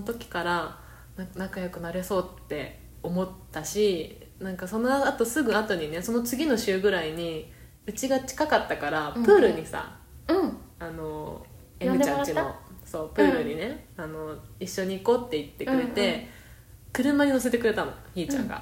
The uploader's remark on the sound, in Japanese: マイクの調子が悪く音質悪くてすいません。